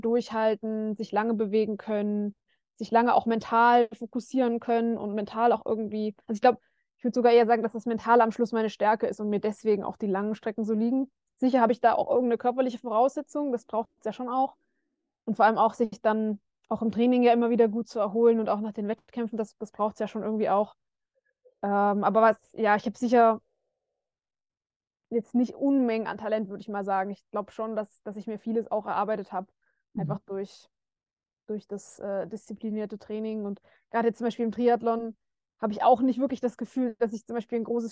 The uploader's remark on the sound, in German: per Videocall